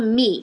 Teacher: アメリカだと me って普通に e って前のそれこそ鼻にちょっとかけた感じで言います